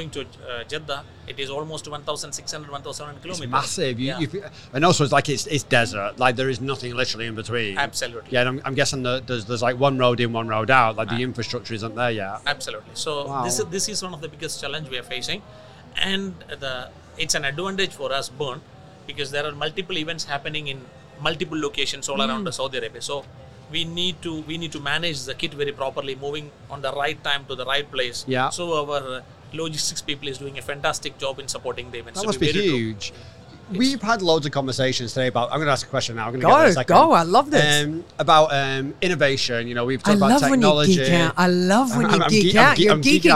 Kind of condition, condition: setting, busy venue